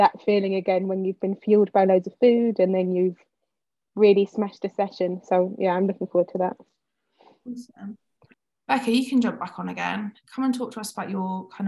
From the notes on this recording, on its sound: This episode started life as a webinar I delivered to some incredible women on the topic of post show.